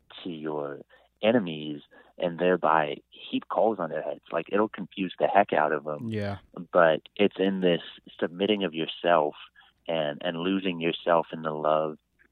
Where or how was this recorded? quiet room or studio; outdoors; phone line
phone line